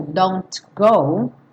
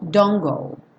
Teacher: O importante aqui é esquecer o T. · Shown in: second take · Ao invés de falar don't go, mesmo estando correto, don't go, esse T está com som sequinho, oclusivo, porém não há espaço para ele na métrica da música.